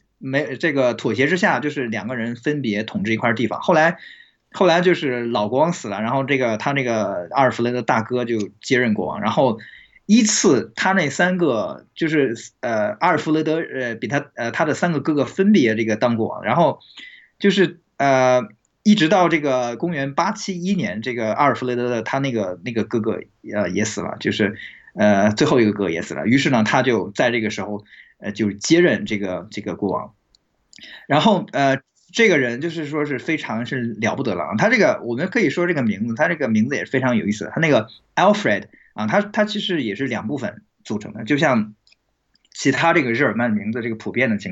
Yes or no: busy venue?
no